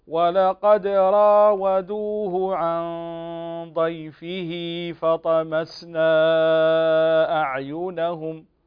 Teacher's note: شوف شوف عندنا راودوه هنا الهاء لا تمد، وكذلك عن ضيفه مد صلة هنا لا يقبل زيادة عن حركتين